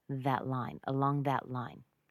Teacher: if you're using it to demonstrate something as an article, for example, that man, or in this case, that line, we don't reduce it. It's got to be that, not that.